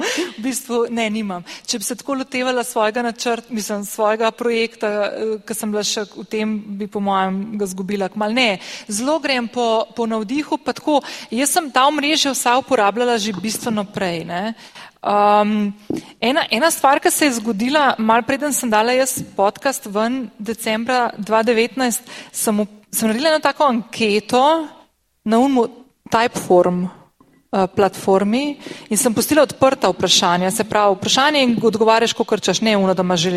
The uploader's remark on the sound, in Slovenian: Epizoda je bila posneta pred publiko na Avdifestivalu 2023. Oktobra v Cukrarni v Ljubljani.